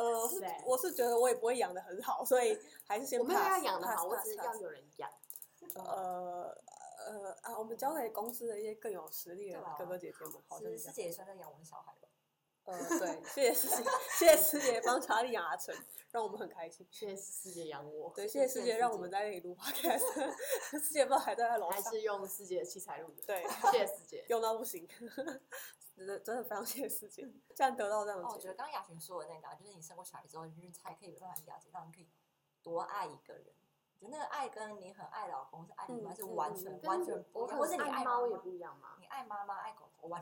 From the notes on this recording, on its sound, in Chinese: 感謝只要有人社群顧問提供錄音器材及場地。這集收音品質出了點問題。